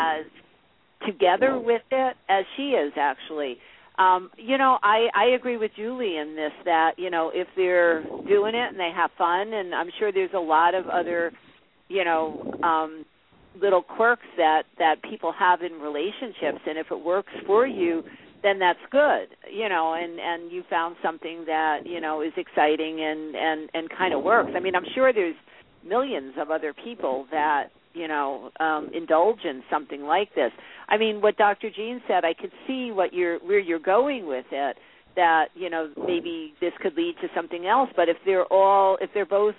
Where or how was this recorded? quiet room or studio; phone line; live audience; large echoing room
phone line